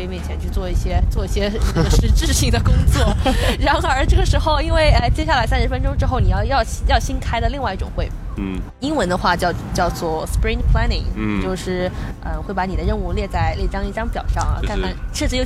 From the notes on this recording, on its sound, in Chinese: 户外录音，稍有杂音